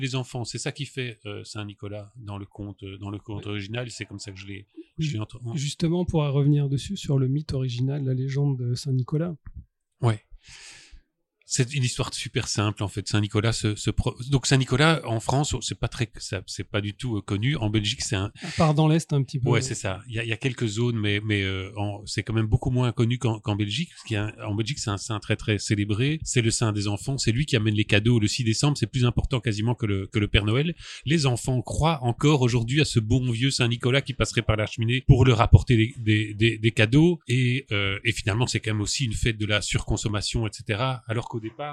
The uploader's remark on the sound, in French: lors du dernier Comic Strip Festival à Bruxelles